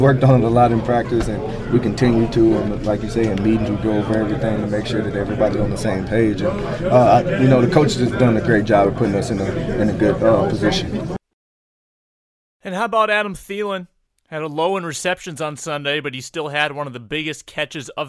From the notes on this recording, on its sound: Speak From Winter Park. The audio from yesterday's victorious locker room at Winter Park.